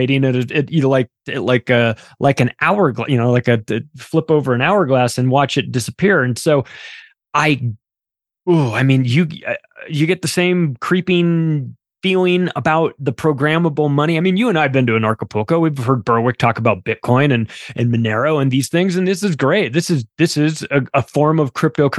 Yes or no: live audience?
no